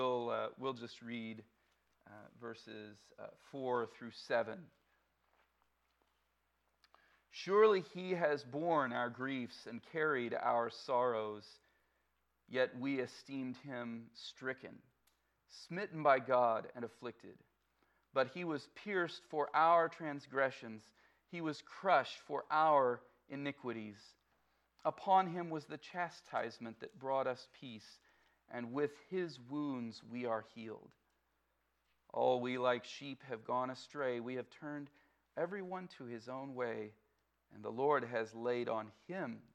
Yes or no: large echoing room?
yes